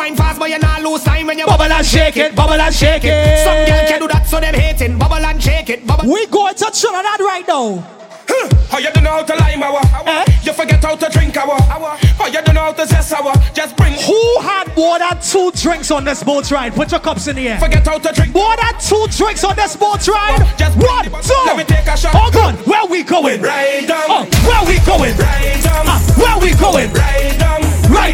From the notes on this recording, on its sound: Live Audio of the BYFAROnABoat Five Year Anniversary